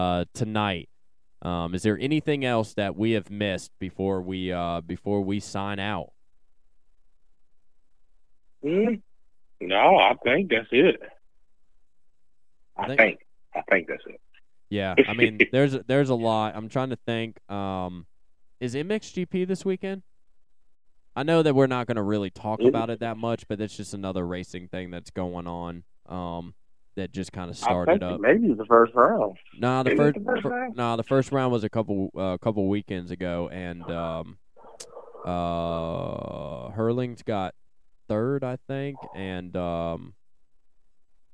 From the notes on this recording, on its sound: have a call in from FirePower Honda 250SX East Riders